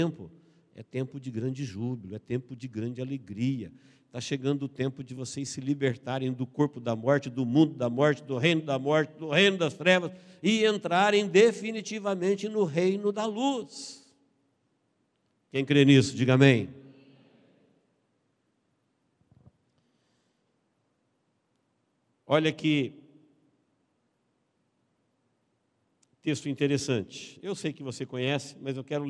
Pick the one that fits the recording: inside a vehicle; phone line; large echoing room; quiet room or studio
large echoing room